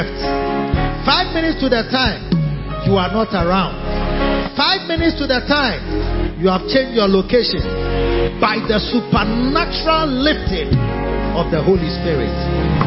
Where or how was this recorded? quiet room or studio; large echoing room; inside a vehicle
large echoing room